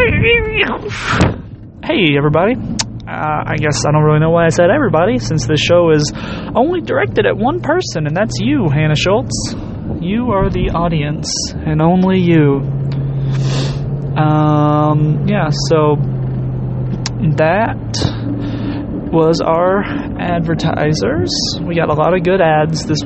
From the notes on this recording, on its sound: Thoughts from the car